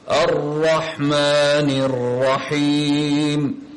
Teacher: in the Ra in particular there is a level of repetition, a level of rolling your tongue and repeating that letter